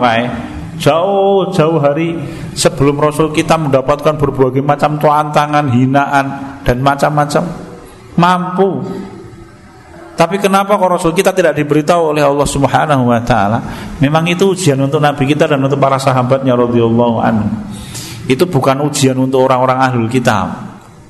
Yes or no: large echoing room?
yes